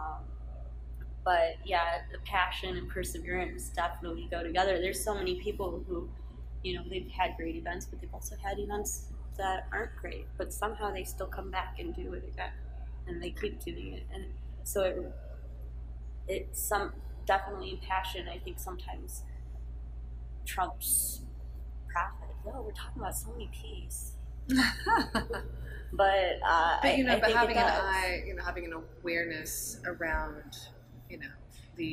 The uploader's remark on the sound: Tangent Gallery, Detroit. For this conversation we recorded at Tangent Gallery on October 19, 2018.